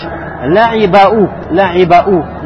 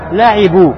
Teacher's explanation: меняешь фатху на дамму для того, чтобы облегчить произношение слова · Shown in: second take